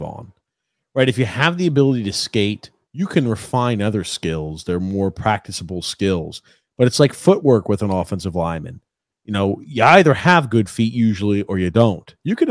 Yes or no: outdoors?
no